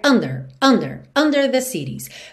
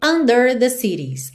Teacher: normalmente a palavra under tem a sílaba tônica na primeira sílaba · Shown in: first take